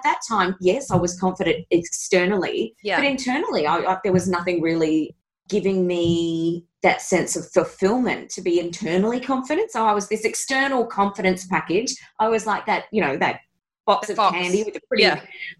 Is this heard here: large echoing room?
no